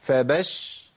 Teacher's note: لابد من تمكين زمن الرخاوه المظبوط في الشين الساكنه اول المشدد